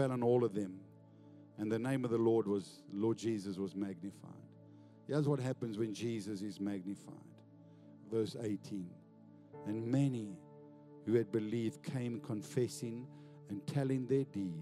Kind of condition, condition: setting, large echoing room